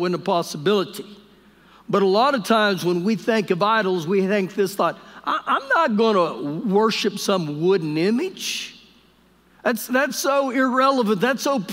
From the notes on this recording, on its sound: Recorded live during our Wednesday night service